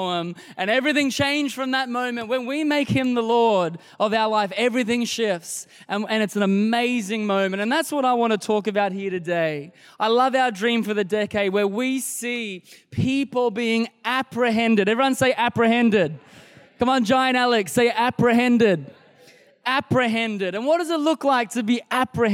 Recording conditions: large echoing room